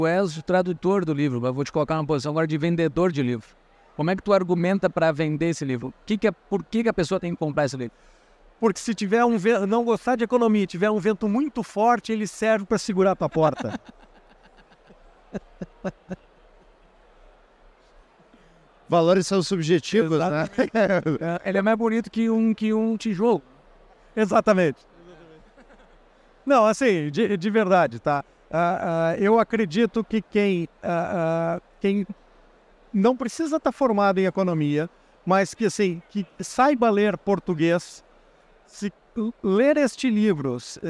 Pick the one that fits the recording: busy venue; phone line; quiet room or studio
busy venue